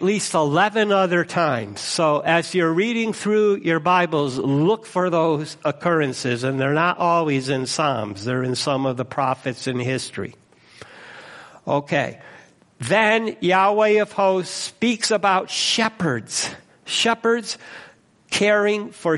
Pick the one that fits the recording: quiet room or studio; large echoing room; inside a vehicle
large echoing room